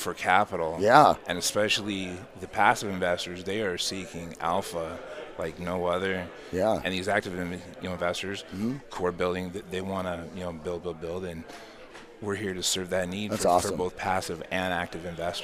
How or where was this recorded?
busy venue